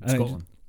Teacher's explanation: the D is barely there at the end.